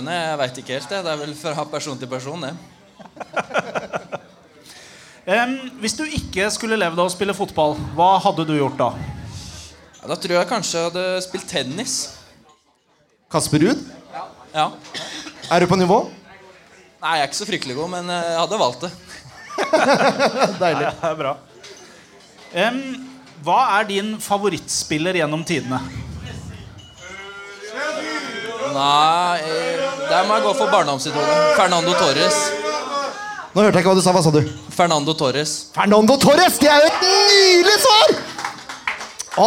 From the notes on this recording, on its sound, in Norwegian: Live fra Sandefjord Fotballs Kick Off 2023!